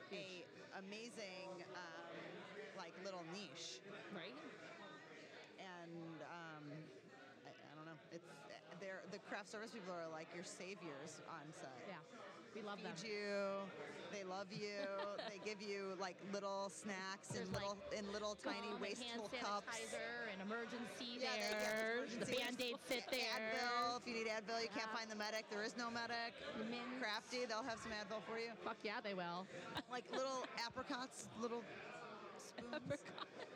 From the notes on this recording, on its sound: We're live at the Arrogant Frog Bar